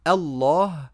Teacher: نفخم اللام لأن قبلها فتحة